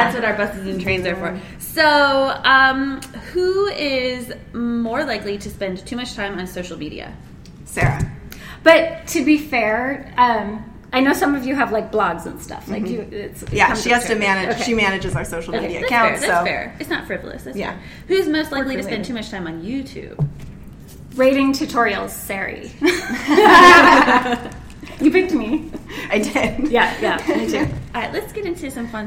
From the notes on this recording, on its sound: ASHA 2018 - Live in Boston. This episode is a live recording of our podcast show at ASHA. Had an absolute blast presenting a live podcast show.